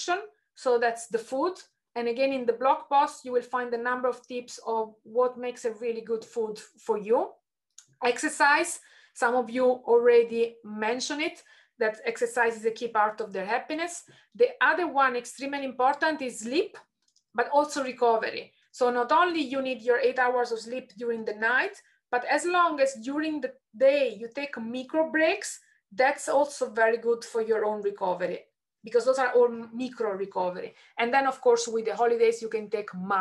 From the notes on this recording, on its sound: An edited extract of a live webinar recorded in July 2021, with participants answering questions in Slido (hence you may hear this referenced in the audio).